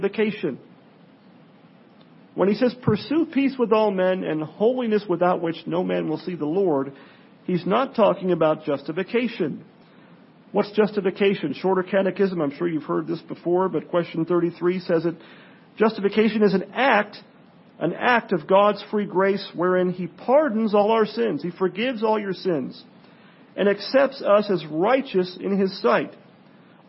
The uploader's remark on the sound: Sermon preached on Sunday night (1/22/17) at Pilgrim Presbyterian Church, in El Cajon, CA.